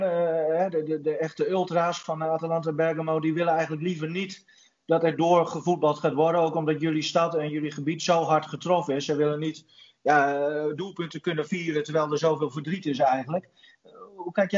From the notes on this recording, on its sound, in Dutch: Deze aflevering van de Koffiecorner kun je luisteren naar een Skype-sessie.